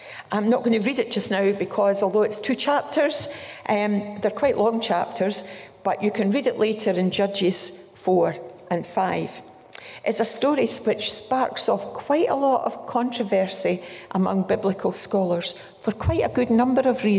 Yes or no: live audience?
yes